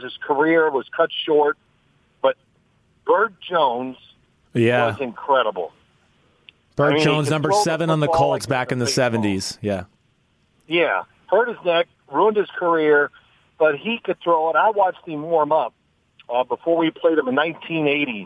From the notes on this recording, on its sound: Jumps on the phone (34:40).